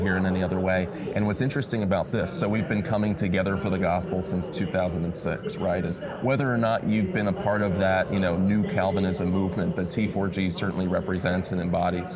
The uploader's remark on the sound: Live at T4G22. It’s the final Together for the Gospel conference. Recording on the convention floor.